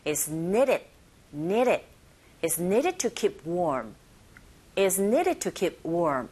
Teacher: 이런 경우에도 트 사운드처럼 플랩 현상에 의해서 R에 가까운 소리로 들리게 되죠. 그래서 is needed, needed, is needed to keep warm, is needed to keep warm 이렇게 발음하시면 됩니다.